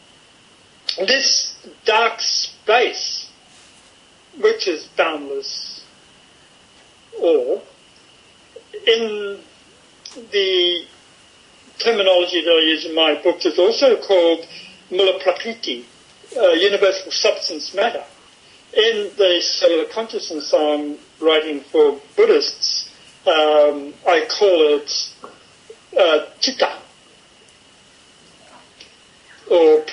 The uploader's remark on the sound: Over skype (so please forgive the variable quality of the recording).